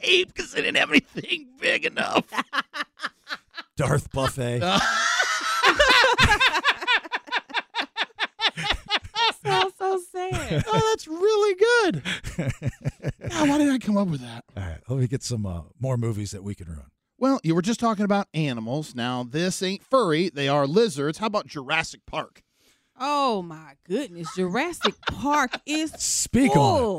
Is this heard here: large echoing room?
no